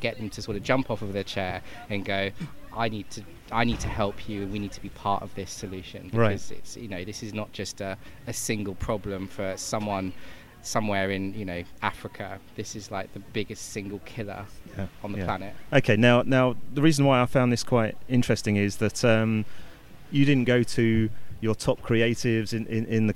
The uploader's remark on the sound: In the first of our series of shows being produced at Cannes Lions International Festival of Creativity 2017.